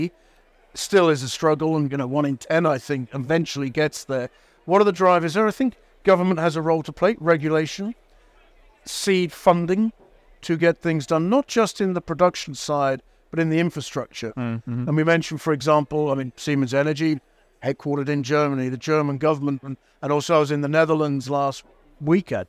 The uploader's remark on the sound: Recorded live at Offshore Europe 2023